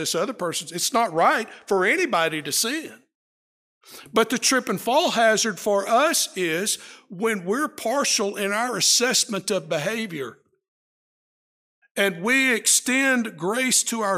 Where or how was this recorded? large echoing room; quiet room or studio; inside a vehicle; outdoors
large echoing room